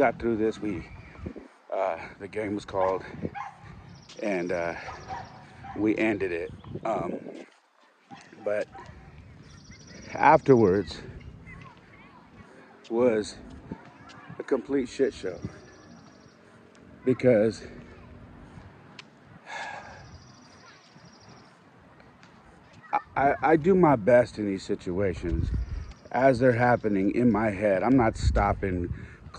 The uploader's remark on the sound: I was rucking again so this episode was recorded while I was on the go!